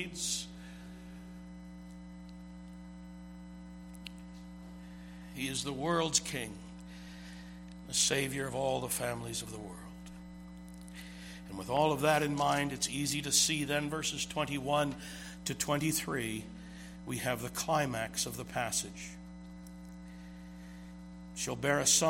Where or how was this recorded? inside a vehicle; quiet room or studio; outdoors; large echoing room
large echoing room